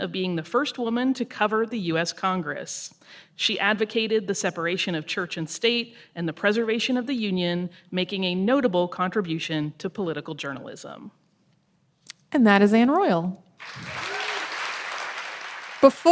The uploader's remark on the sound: Today we've got our live show from our recent East Coast tour.